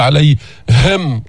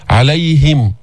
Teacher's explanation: بين الهاء بدون تكلف، ما تقول علي هم، تدفع النفس من صدرك بقوة · Shown in: second take · صار تكلف ومبالغة، عليهم.